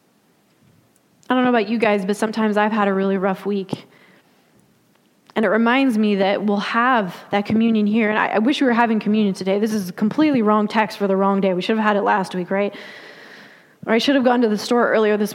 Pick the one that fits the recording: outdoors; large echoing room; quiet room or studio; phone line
large echoing room